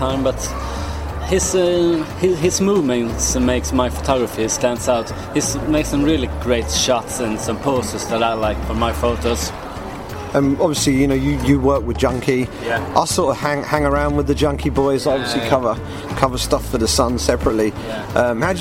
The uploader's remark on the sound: Day 5 at UFC Zagreb. Reports from Octagonside in Zagreb before the post-fight press conference and an airport chat.